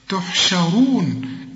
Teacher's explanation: تحشرون الراء هي المفخمة